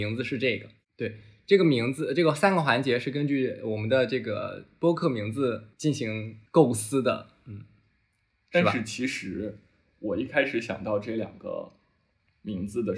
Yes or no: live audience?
no